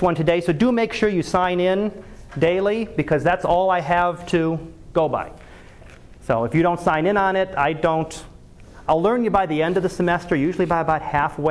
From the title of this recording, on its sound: Live Class Lecture